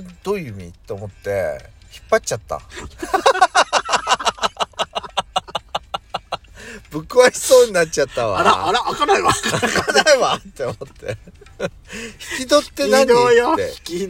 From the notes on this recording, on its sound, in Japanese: 2人組。パーキング収録。